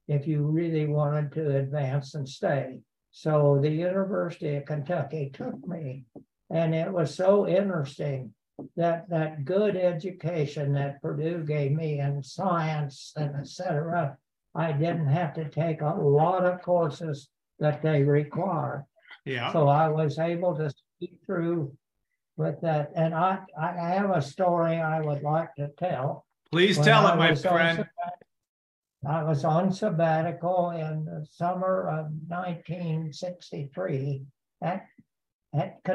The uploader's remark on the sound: Zoom from his Missouri home